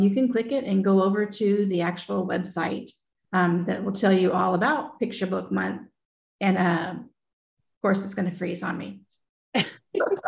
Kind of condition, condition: link, video call